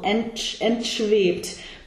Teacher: So the T actually belongs to the first syllable